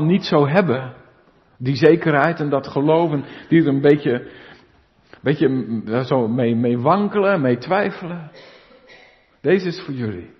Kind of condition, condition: setting, large echoing room